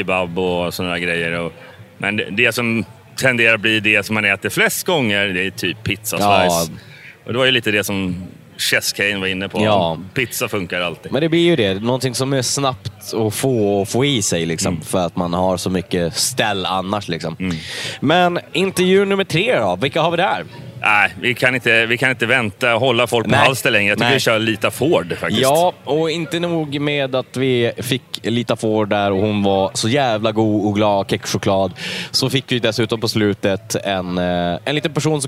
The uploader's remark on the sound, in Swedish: Rockflödet är på plats igen på Sweden Rock Festival och täcker festivalen.